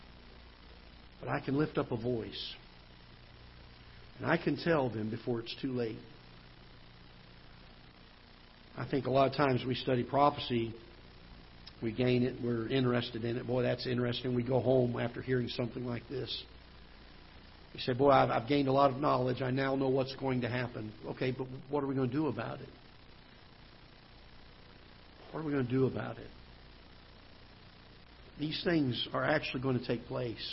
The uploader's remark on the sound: Ketha Heights Baptist Church ~ Live Broadcast.